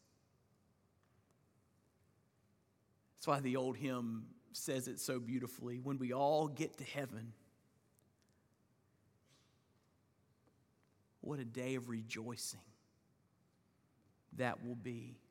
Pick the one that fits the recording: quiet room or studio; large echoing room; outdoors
large echoing room